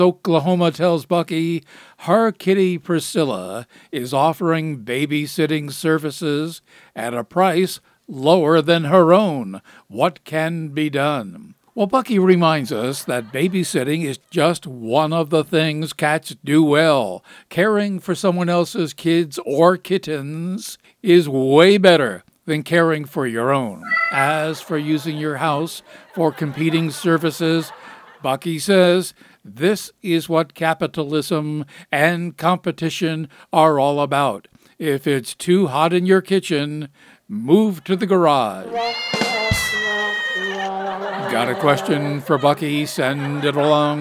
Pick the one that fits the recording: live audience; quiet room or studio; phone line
live audience